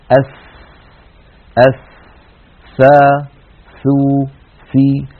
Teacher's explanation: حرف يخرج من طرف اللسان ومن أطراف الثنايا العليا. هذه أطراف الثنايا العليا وهذا طرف اللسان، نضع الطرف على الطرف هكذا، فهذا مخرج الساء. · هذه الساء لو لاحظتم يتدفق معها هواء، فهي حرف مهموس